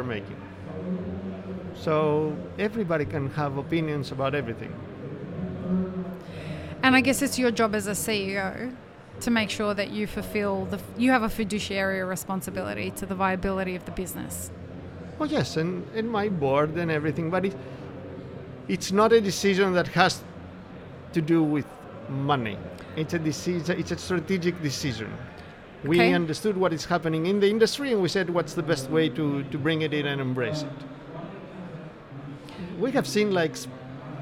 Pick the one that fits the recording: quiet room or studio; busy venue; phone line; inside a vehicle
busy venue